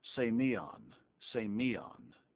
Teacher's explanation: emphasis on the middle syllable. It's spelled S-E-M-E-I-O-N, S-E-M-E-I-O-N, and it's pronounced semion.